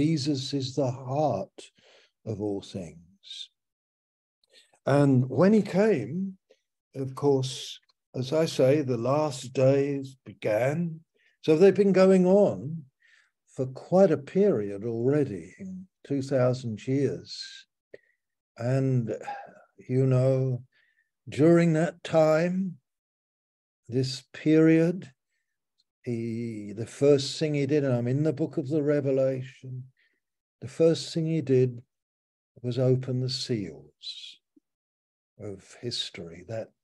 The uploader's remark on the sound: Malaysia Meets (Zoom)